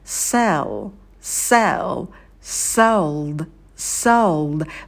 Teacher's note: В этом глаголе у нас в конце темный звук «л», это когда кончик языка за нижними зубами.